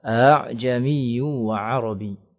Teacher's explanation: alif di sana dibaca antara hamzah dan alif · Term: huruf yang cabang